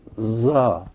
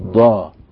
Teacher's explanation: نطقوها بين حرفي الظاء والزاي · Shown in: first take · الظاء والزاي، يعني بيقولوا عليها ظا ما بيقولوش ضا، زي بالضبط احنا لما بنقول في العامية بتاعتنا بالضبط بالضبط، هي بالضبط او مظبوط وهي مضبوط، اهي هذه هي الطريقة التي تنطق بها حرف الضاد في الفارسية.